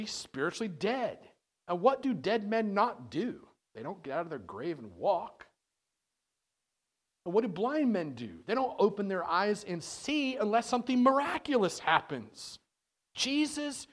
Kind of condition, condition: setting, large echoing room